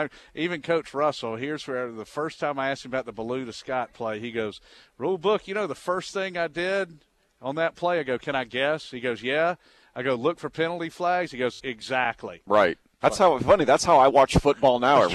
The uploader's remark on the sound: live from the UGA Bookstore